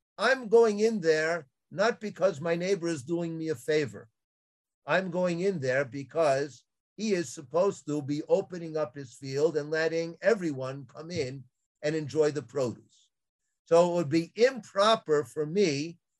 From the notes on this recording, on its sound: This audio was originally captured from Zoom.